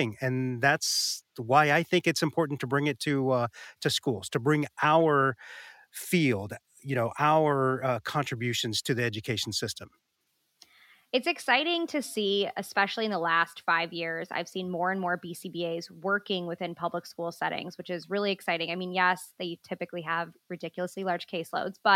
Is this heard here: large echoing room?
no